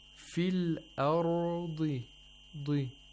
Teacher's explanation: We have a dad with a kasra with the lowest level of tafkhim.